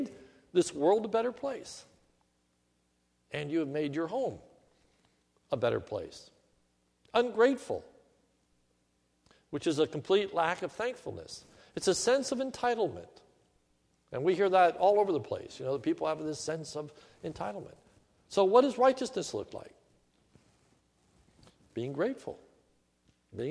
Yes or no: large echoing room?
yes